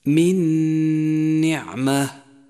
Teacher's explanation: أدغمت النون الساكنة بالنون التي بعدها وشددت النون الثانية واستغرق زمن الغنة حركتين وصار نطقها الصحيح هكذا: من نعمة. · Term: الإدغام بغنة